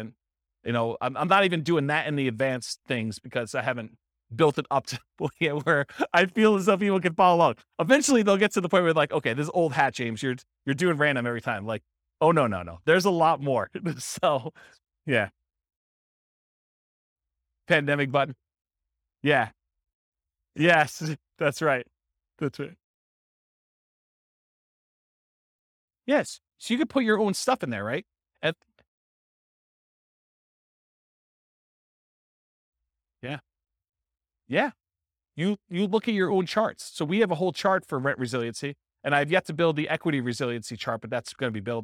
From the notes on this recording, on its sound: This was a live class recorded.